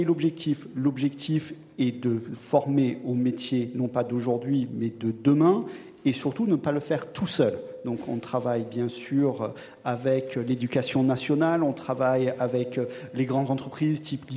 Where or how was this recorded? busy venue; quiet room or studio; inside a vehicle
busy venue